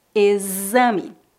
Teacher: Observe que na palavra exame, o X é pronunciado como Z, exame. Para uma doença ser diagnosticada, às vezes é necessário fazer um teste ou exame.